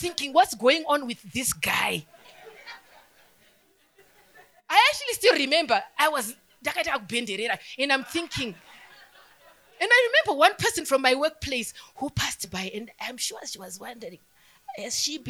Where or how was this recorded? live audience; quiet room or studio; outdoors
live audience